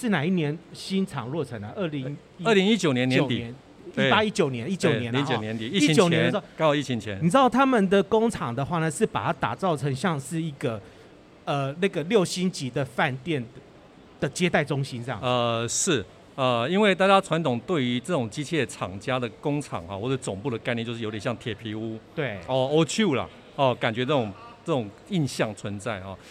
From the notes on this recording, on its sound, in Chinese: 本集節目搭配2022年台北國際食品系列展(FOOD TAIPEI MEGA SHOWS )之「台北國際包裝工業展(TAIPEI PACK)」、「台北國際食品加工機械展(FOODTECH TAIPEI)」，6月22日-6月25日在南港展覽1館展期間現場錄製